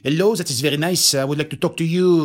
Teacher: he's using the exact same tonality and music of basically his mother tongue. And because of this, we say that he's speaking French with English words. · Term: very thick French accent